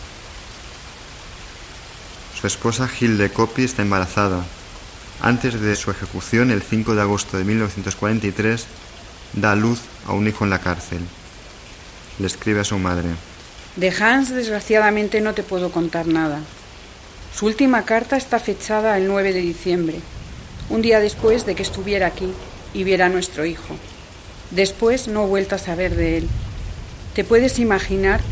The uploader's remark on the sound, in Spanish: El tour fué grabado en lugares originales en el centro de Berlín. Las voces son de personas cuyos familiares fueron miembros de la resistencia o sufrieron persecuciónes.